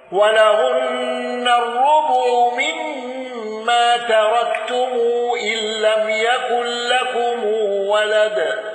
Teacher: قالون بسكون ميم الجمع والغنة